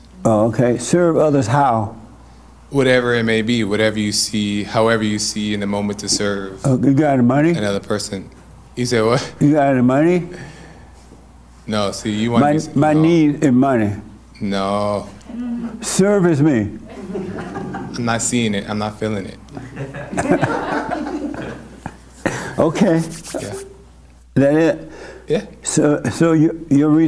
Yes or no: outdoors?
no